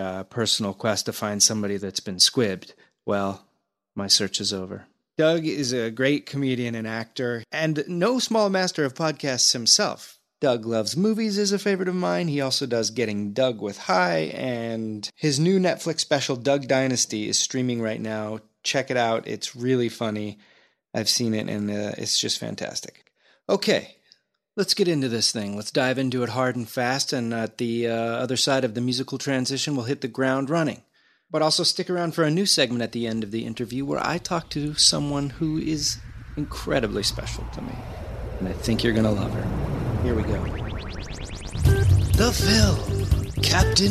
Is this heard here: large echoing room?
no